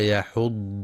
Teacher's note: ينتبه القارئ لترقيق الحاء في كلمة يحض فلا يفخمها لمجاورتها الضاد